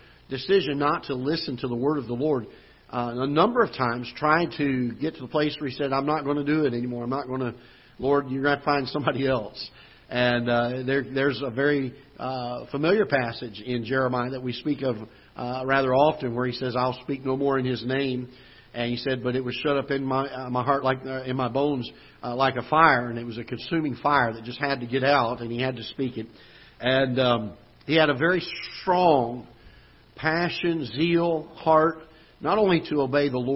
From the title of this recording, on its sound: Ketha Heights Baptist Church ~ Live Broadcast